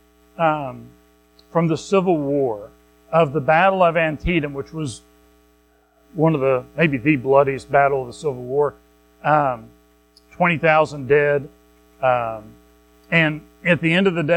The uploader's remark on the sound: Recorded at Madison Baptist Church in Madison WV